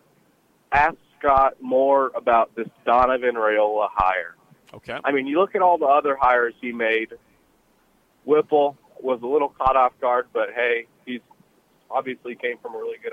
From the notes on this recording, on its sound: Live from Big Ten Media Day in Indianapolis. 93.7 The Ticket's coverage of 2022 B1G Media Days at Lucas Oil Stadium in Indianapolis.